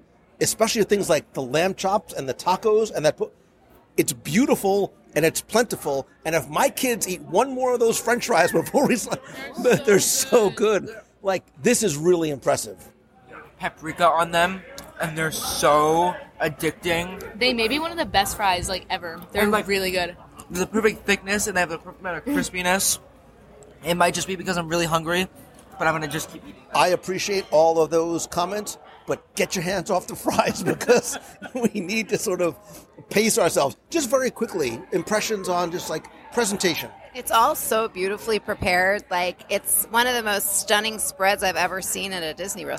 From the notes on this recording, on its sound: Three Bridges Live Review. Come with me to Three Bridges Bar and Grill at Villa del Lago at Disney's Coronado Springs Resort for a live dining review of a resort lounge.